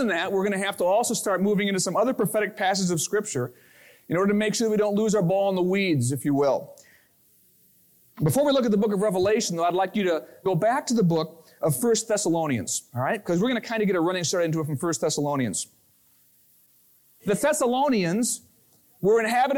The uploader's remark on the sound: Originally recorded on March 26, 2000, at Fellowship Missionary Church, Fort Wayne, IN.